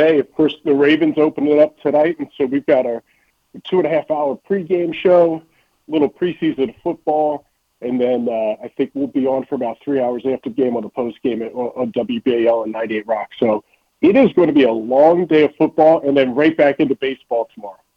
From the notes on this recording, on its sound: calls